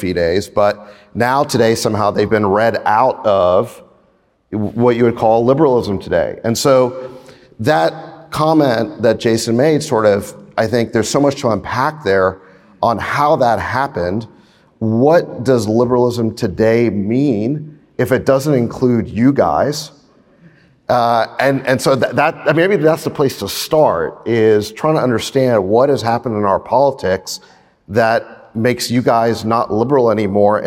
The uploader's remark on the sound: This conversation was recorded LIVE at the All-In Summit in Miami!